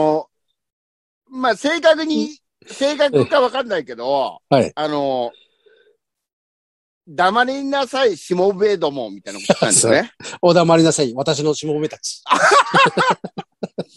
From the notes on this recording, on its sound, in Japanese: ZOOMで収録